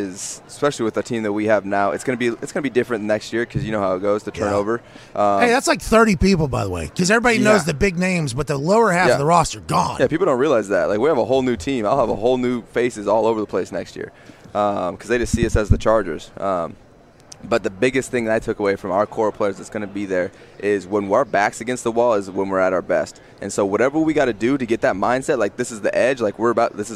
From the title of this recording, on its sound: LIVE From Radio Row In LA